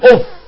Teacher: هذه الكلمة فقط اللي هي عبارة عن ألف وفاء، التي هي عبارة عن هواء يخرج من الفم بصوت ضعيف مهموس، والفاء حرف من حروف الهمس